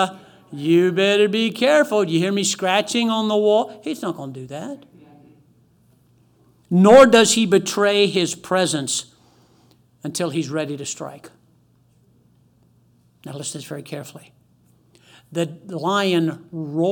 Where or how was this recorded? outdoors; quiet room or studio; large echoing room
large echoing room